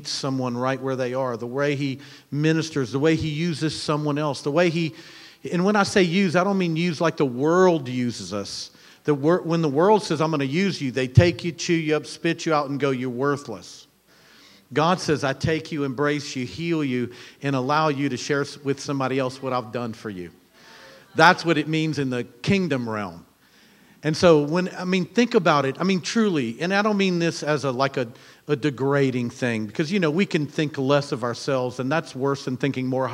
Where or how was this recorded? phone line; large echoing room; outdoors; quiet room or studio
large echoing room